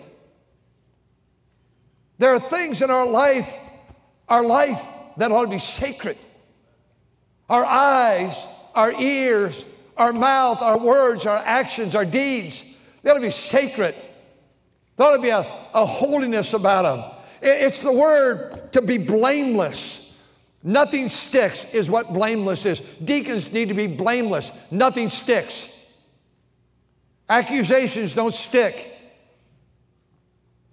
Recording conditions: large echoing room